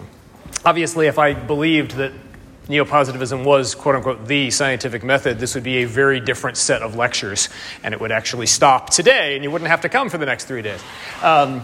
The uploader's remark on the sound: Audio and slides from the second lecture in the series, delivered 18 February 2020 in Bamberg, Germany